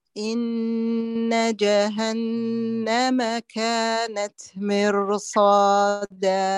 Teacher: التاء ما تقلقال، التاء تهمس، فلا نقول كانت كانت أت.